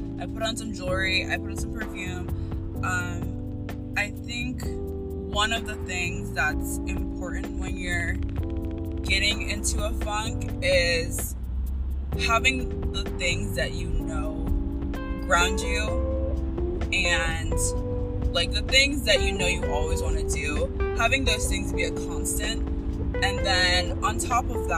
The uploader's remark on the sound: CarTalk. This episode and the next one have some background noise. I don't script or re-record episodes.